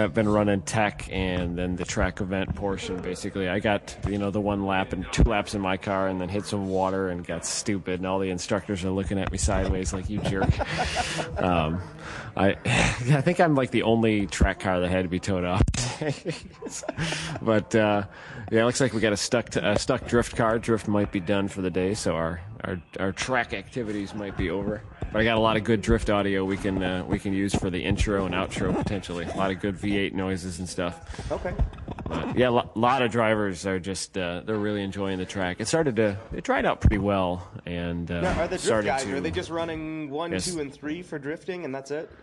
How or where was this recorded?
busy venue